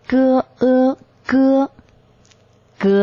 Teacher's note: 首先呢是舌根，要利用到我们的舌根和软腭